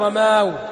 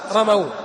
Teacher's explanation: تبقى فتحة العين، تقول غزا غزو، وتقول رمى رمى، أضفها إلى واو الجماعة على الأصل، رماو رمى، أضف الواو والألف الفارقة تقول رماو، فالتقى الألف الساكنة مع الواو الساكنة، ماذا فعلنا؟ حذفنا الألف · Shown in: second take